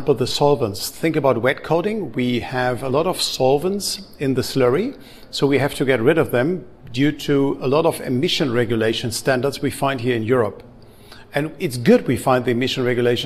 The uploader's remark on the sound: We recorded with experts from Battery Show Europe in Stuttgart. Talk with our amazing guests from the show floor at the event.